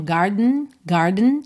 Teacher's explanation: Esse E da palavra garden não é uma vogal muito pronunciada, você não diz garden, garden.